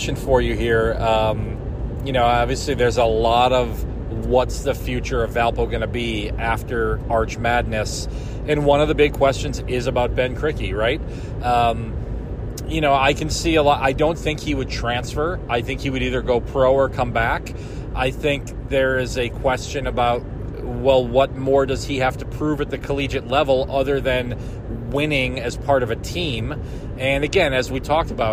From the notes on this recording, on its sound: Recorded a portion of this episode while driving to St. Louis on Wednesday morning. There were no traffic accidents, despite what it might sound like during the pod.